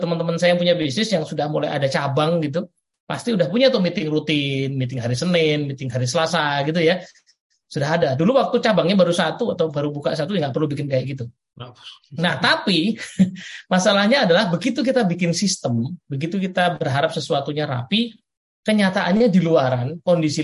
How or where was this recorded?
video call